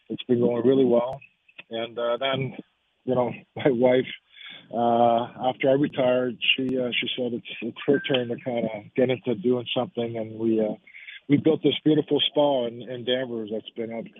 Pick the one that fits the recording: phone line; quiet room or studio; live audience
phone line